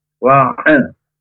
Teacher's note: Wa'an, huruf ain. Ya, dari tenggorokan yang tengah, jangan sampai A atau Nga